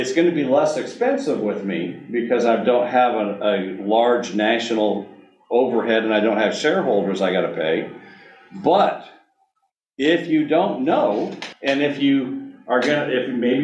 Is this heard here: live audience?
yes